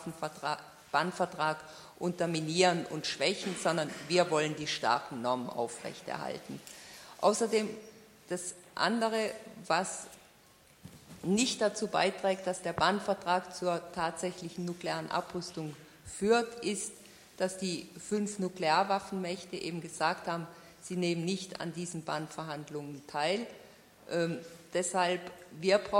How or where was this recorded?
live audience